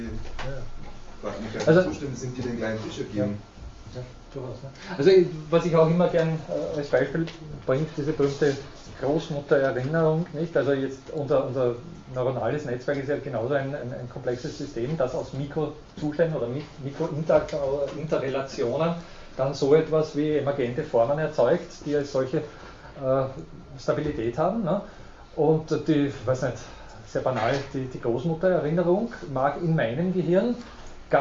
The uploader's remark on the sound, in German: Diese Vorlesung wurde von Studierenden aufgenommen